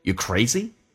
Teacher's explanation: Are you 在一起组合的疑问句可以把 R 去掉